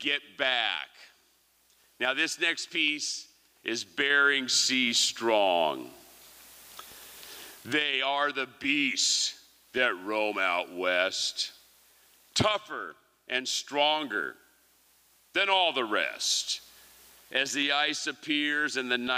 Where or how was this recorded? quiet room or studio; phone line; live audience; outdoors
live audience